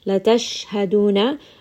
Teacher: Sheen is going to have tafashi. So spread that sound around in your mouth.